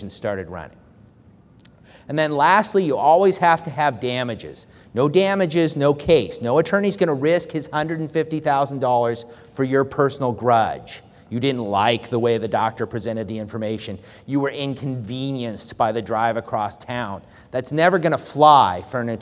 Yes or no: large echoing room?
yes